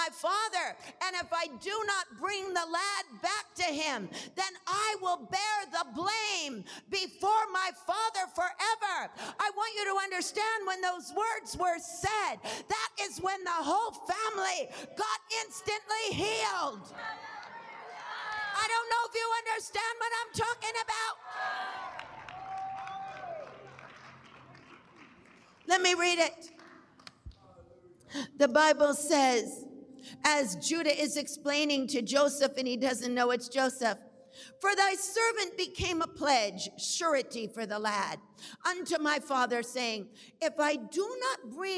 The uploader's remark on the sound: we will go live to the Good Friday Deliverance Service